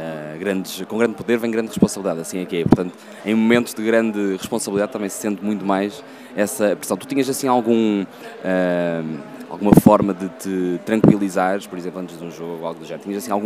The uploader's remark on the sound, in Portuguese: Podcast gravado durante o Thinking Football Summit, evento máximo da Liga Portugal.